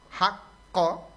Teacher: Ha dengan ko beda. Jadi kalau ha baca tipis, ko-nya yang ditebalkan. · Term: isti'ala